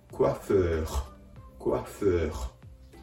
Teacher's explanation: うがいをするような、という仕草に、ハヒフヘホのハ行の音を足す形です · Term: フランス語の R の発音